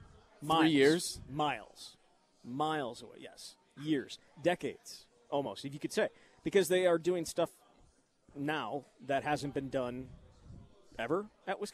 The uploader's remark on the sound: live from Monk's in Sun Prairie